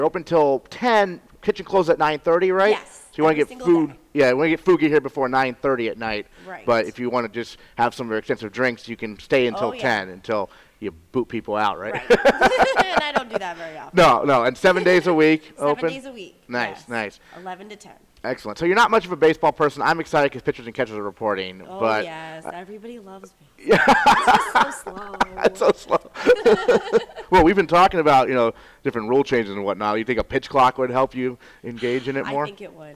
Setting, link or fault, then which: setting, busy venue